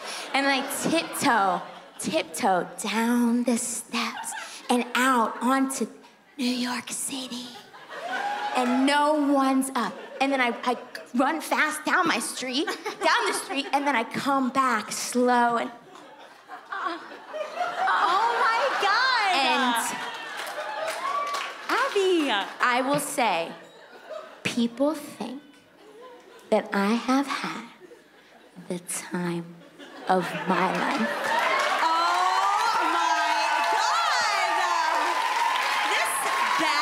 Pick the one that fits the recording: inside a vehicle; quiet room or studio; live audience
live audience